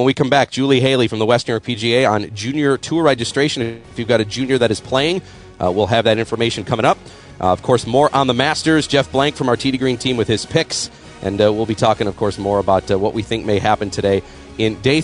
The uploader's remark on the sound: Tee 2 Green live from Pendleton Creek CC on Masters Week.